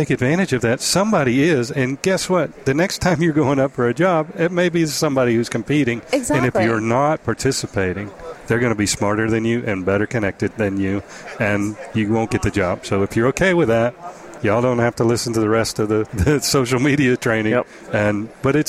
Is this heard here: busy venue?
yes